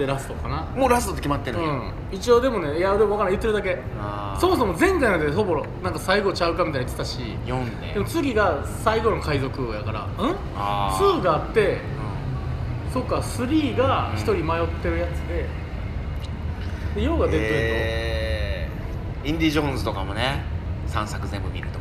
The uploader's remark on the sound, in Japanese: 野外で収録。